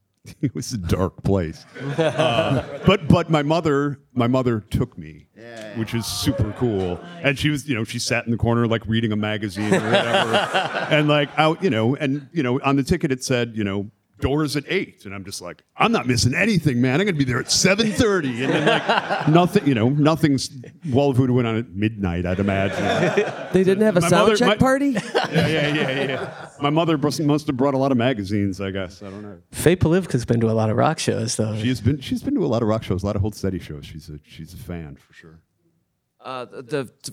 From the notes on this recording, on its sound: It was recorded live in front of a wonderful audience at Rev Hall Show Bar in Portland Oregon during our amazing weekend of shows there. This was our first episode with more than one guest.